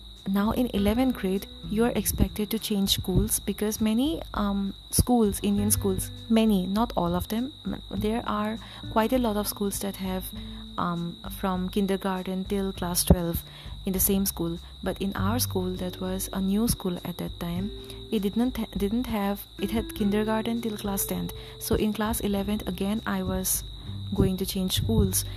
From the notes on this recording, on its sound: Sorry about the cicadas in the background.